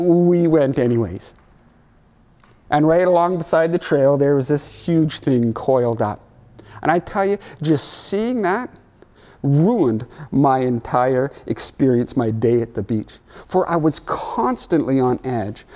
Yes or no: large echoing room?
yes